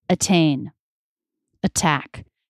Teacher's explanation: In both of these words, the T sound is coming between two vowels, but the T sound also starts a stressed syllable, so it's a true T.